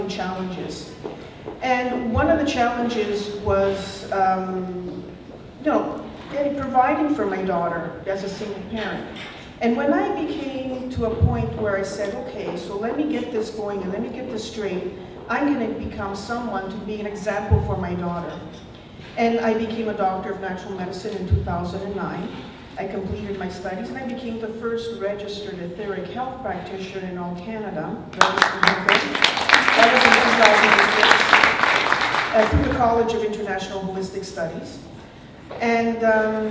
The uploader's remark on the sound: on stage at the event on June 2nd, 2015